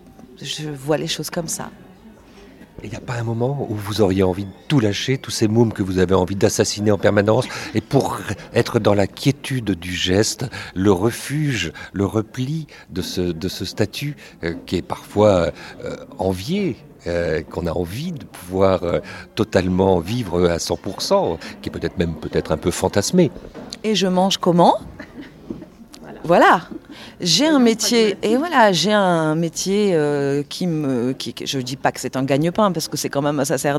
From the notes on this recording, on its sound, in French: A été enregistrée au festival Quai du Polar à Lyon en mars 2019 dans le cadre du prix de la meilleure nouvelle organisé par le festival.